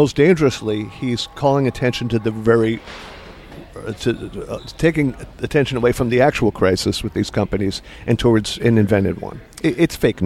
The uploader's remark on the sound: over breakfast at Busboys and Poets in Washington, D.